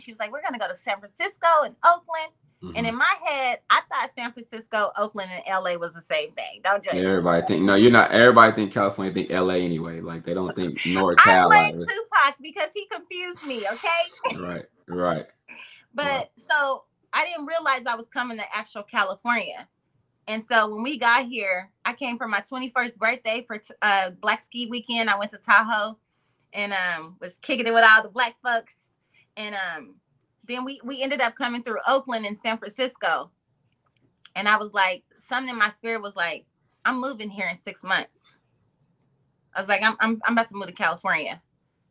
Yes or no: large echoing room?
no